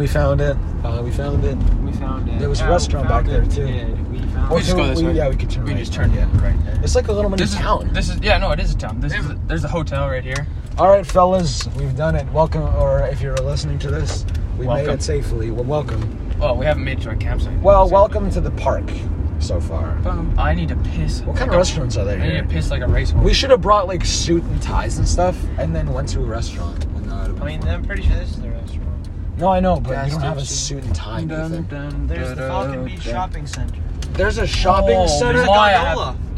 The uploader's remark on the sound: the first ever camping trip audio vlog